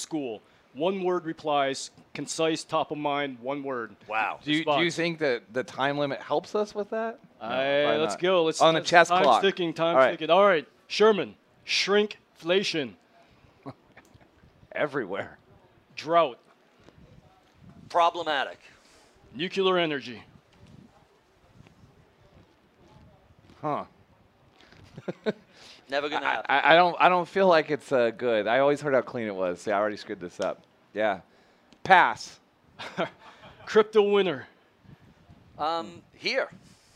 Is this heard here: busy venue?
yes